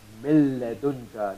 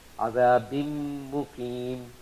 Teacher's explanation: Between idgham without gunna, where there is no sound of noon, mil ladunka, no sound of noon, mir rabbi, no sound of noon, no nasalized sound, whereas here there is the sound of noon, azabim muqim, nasalized sound, and gunna is there.